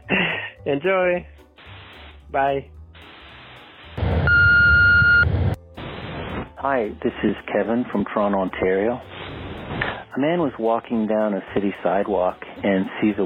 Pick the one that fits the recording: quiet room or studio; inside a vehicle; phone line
phone line